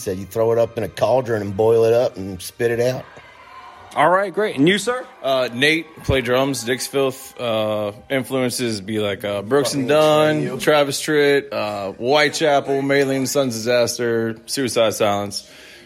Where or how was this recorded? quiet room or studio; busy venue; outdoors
busy venue